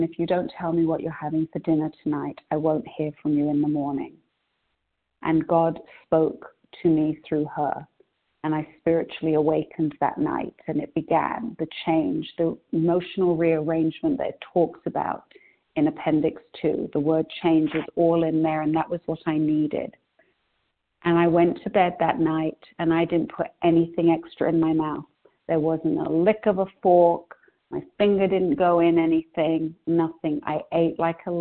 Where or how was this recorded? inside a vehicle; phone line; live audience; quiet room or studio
phone line